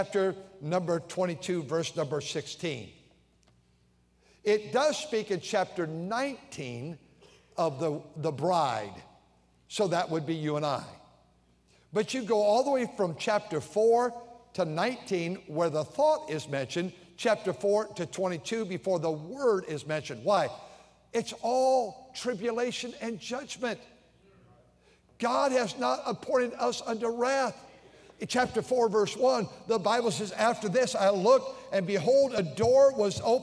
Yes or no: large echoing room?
yes